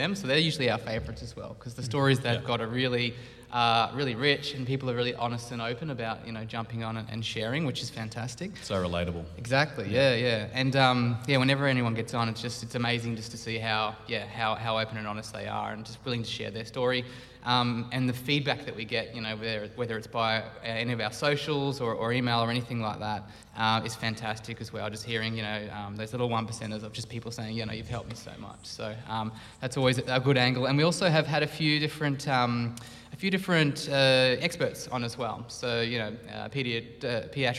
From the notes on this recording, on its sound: RUOK? Sunday LIVE at Beyond Church.